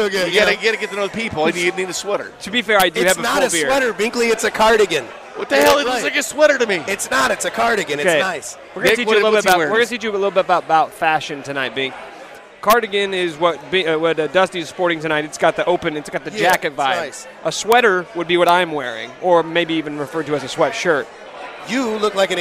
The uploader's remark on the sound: opens the show live from Cinder Block Brewery